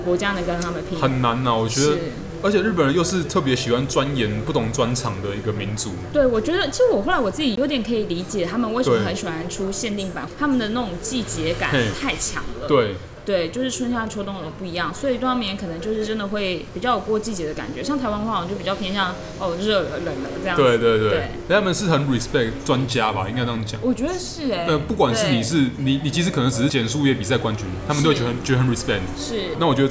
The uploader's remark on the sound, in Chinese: 本集白噪音指數：微風級 2/5。錄音地點： 豆手豆花 - Dozo Tofu Pudding。